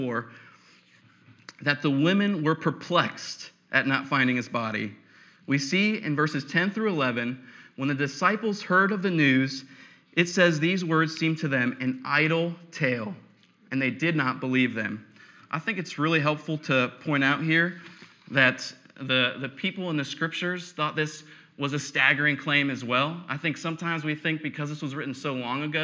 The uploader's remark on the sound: preached on November 8, 2015 at Veritas East